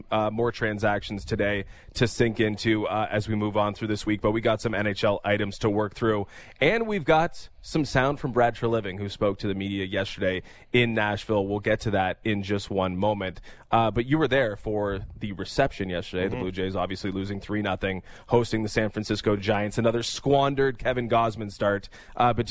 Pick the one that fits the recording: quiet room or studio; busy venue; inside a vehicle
busy venue